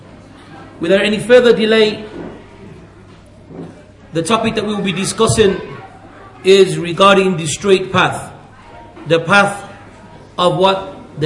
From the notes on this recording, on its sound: at the Leeds, The Correct Path conference